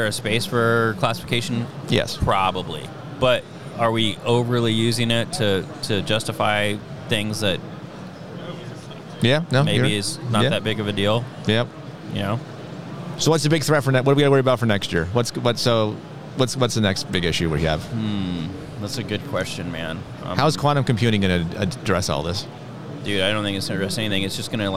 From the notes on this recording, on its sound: Recorded from the floor of the National Cyber Summit